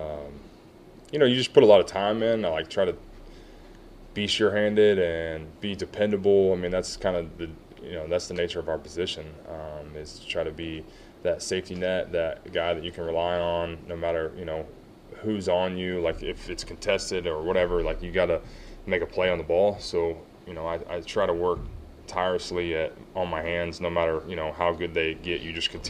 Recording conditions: busy venue